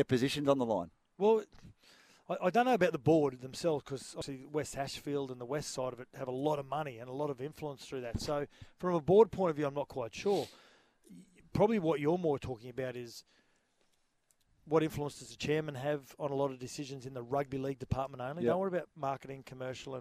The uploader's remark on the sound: live at Treasure Island Caravan Park